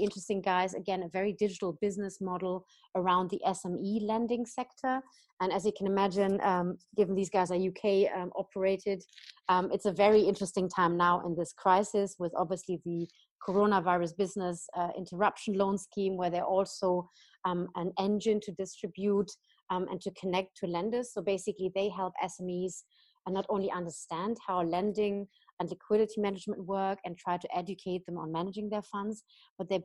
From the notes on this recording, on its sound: joined over Zoom